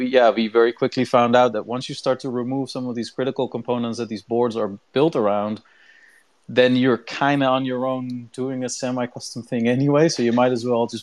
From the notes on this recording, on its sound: the recording for our Twitter Space for November 29th, 2021